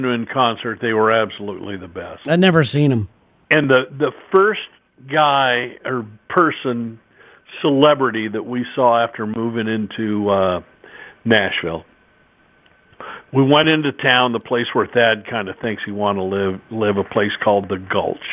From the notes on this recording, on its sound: We take a phone call